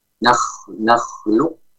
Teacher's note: ada sifat tebal. Namun sifat qalqalahnya dihilangkan. · Term: idgham naqis